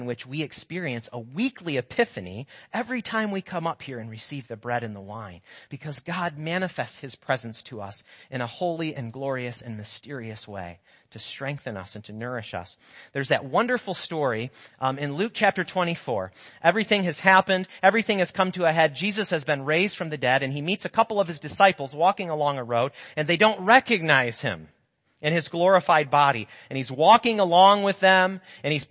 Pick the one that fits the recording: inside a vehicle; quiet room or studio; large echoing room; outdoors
large echoing room